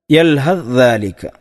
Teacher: ധാഇനെ ഉച്ചരിക്കുകയില്ല, ദാലിലേക്ക് പൂർണ്ണമായും ചേർത്തിക്കൊണ്ടാണ് ഓതുന്നത്. · Term: ഇദ്ഗാമുൽ മുതജാനിസൈൻ